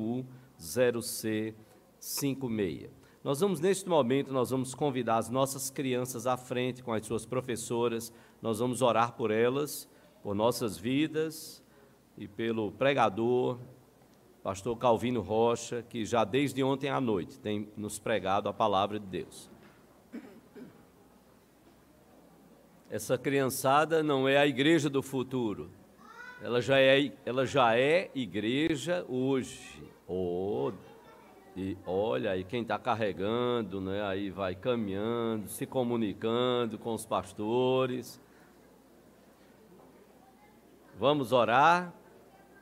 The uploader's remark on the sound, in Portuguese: no culto presencial e transmitido ao vivo no domingo pela manhã (9h)